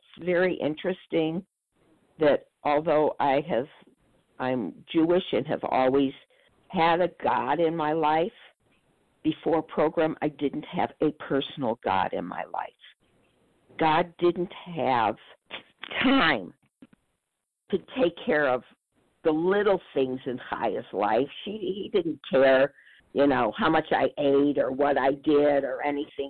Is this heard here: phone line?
yes